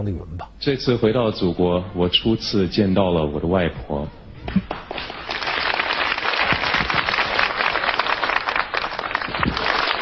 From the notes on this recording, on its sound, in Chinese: 還有聽故事的觀眾